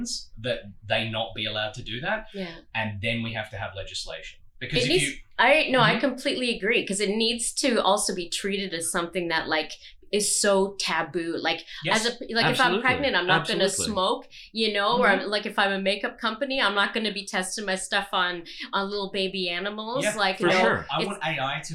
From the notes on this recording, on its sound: This episode was recorded with two mics instead of the necessary three, and thus, the sound quality is *fiiiiine*, but not perfect. We’ve found the wayward mic cord.